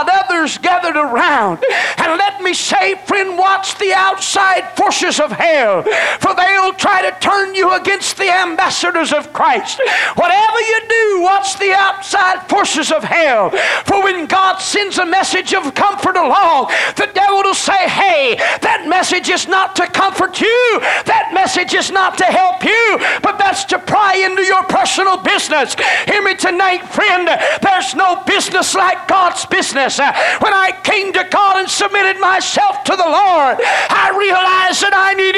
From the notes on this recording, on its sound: delivered at First Apostolic Church in North Vernon, Indiana